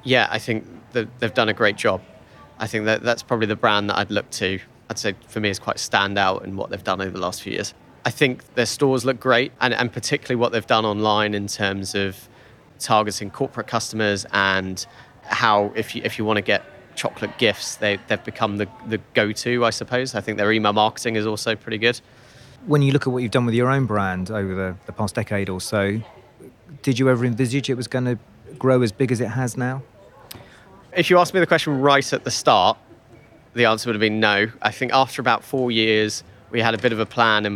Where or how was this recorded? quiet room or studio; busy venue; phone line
busy venue